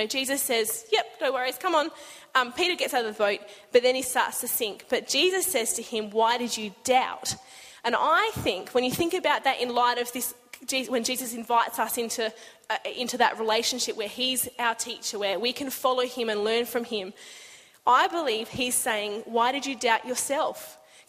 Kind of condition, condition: setting, large echoing room